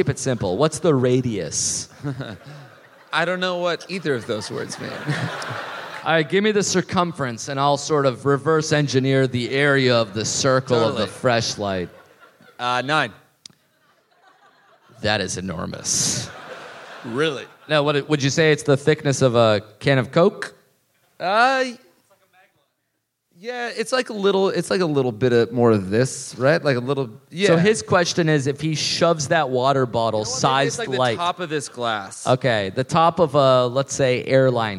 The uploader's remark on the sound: live in Melbourne!